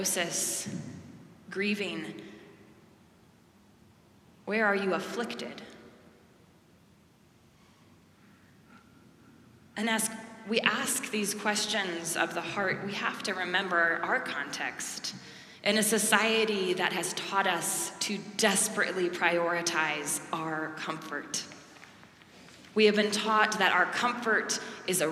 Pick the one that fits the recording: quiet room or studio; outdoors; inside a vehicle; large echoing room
large echoing room